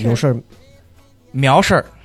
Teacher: 洛阳的话的最后一个音是往下降的 · Term: 洛阳话